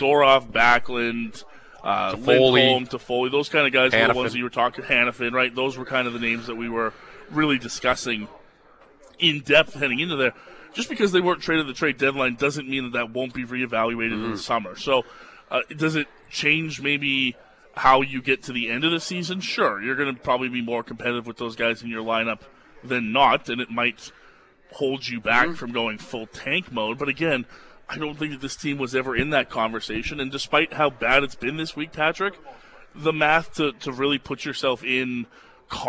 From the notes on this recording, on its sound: live for the grand opening of the Score Hockey Range in Calgary!